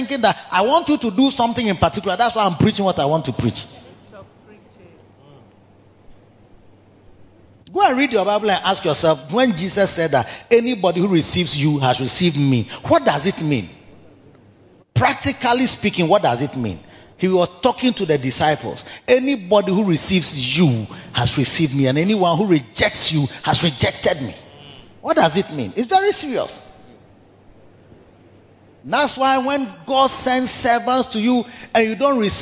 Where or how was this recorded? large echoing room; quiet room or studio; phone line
large echoing room